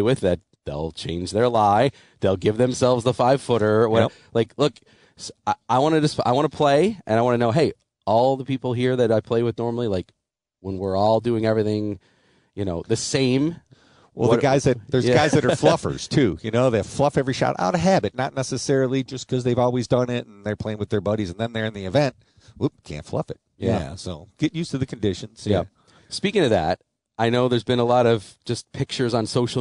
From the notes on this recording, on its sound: Tee 2 Green Live from East Aurora CC.